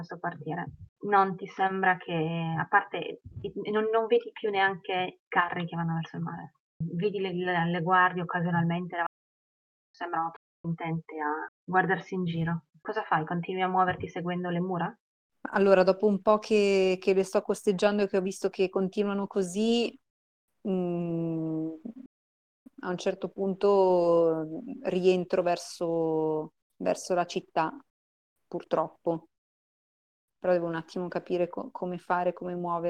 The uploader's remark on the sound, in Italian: Purtroppo la qualità audio non è delle migliori, siamo dei poracci e giochiamo via Discord registrando con "Craig Records!".